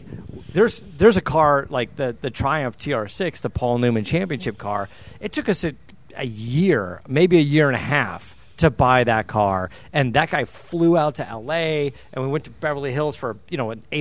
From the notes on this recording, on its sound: on location at the HRE Open house